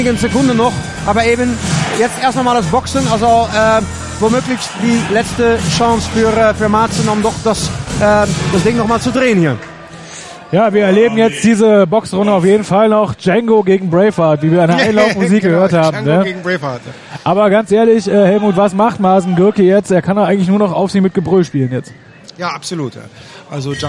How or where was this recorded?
busy venue